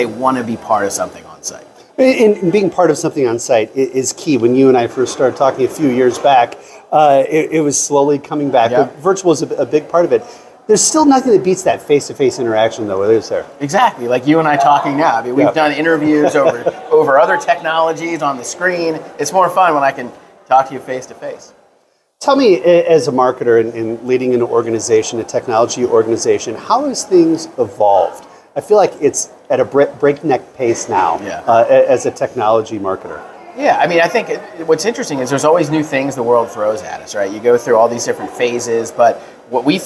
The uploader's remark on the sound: live at their Cvent Connect conference in Las Vegas